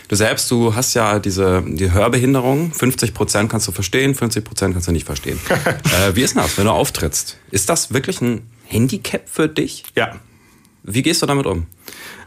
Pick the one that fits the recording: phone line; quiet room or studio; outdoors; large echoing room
quiet room or studio